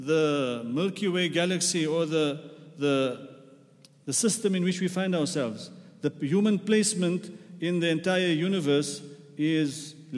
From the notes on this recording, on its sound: At The Houghton Masjid (West Street).